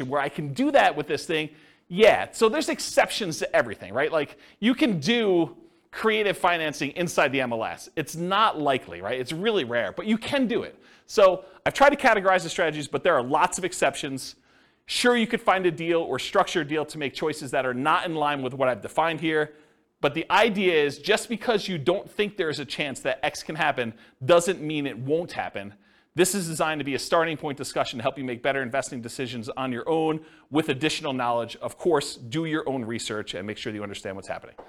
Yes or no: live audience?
yes